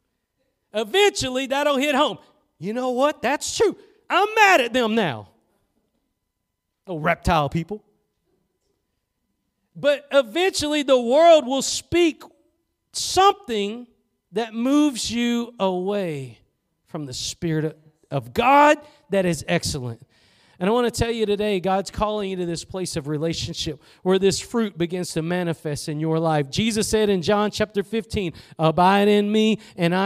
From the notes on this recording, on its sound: Preached at Gospel Lighthouse in Bossier City, La.